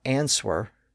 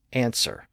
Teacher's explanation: the W sound appeared at or near the beginning of the second syllable, which was unstressed. And in that environment, the W sound was lost. · Shown in: second take